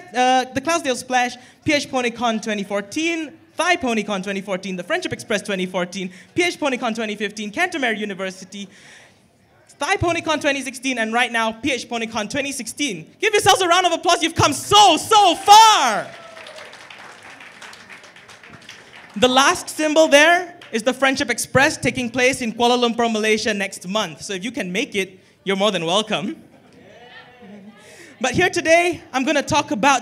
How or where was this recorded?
live audience